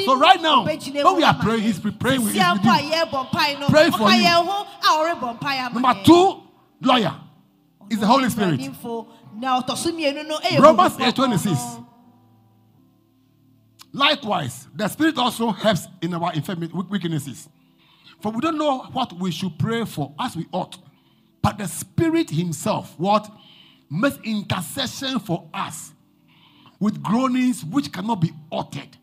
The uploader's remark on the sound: Preached at LCC Goshen